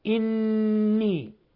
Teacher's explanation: حرف غن مشدد نون مشددة تغن مقدار حركتين، إني ويظهر ذلك بإلصاق طرف اللسان بأصول الثنايا العليا مع غنة من الخشوم